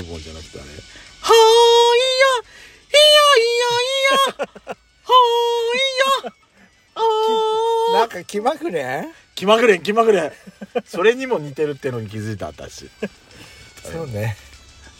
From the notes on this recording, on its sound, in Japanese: パーキング収録